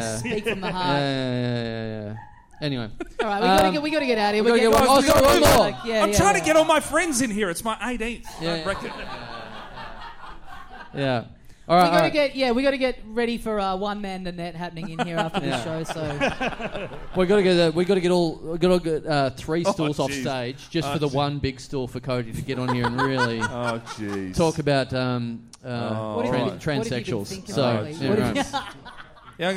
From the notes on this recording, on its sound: We're back in Brisbane for another HUGE live show in a future condemned building!